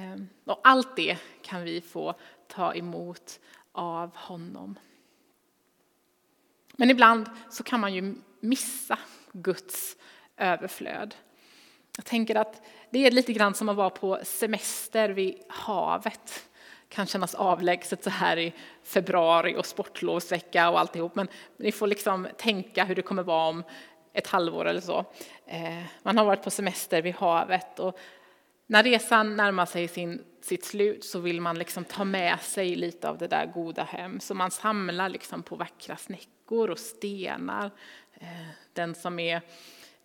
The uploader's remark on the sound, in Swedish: Inspelning från Immanuelskyrkan Skövde.